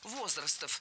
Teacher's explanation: Ударение в нашем слове должно падать на первый слог